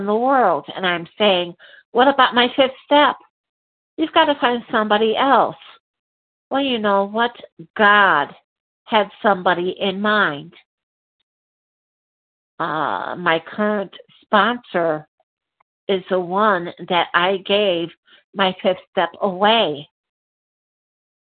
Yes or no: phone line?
yes